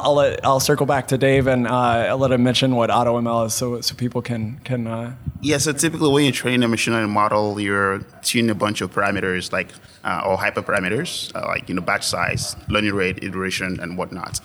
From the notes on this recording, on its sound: An amazing panel of AI innovators joined us at the O’Reilly AI conference.